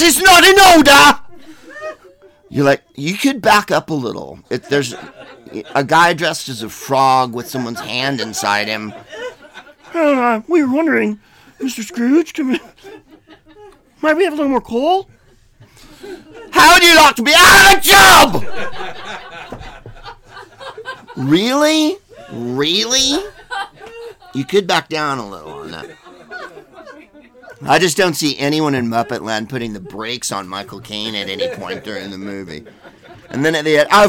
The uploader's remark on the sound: Live from Shakespeare and Company in Paris